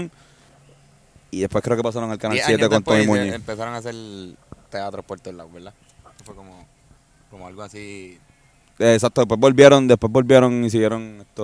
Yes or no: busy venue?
yes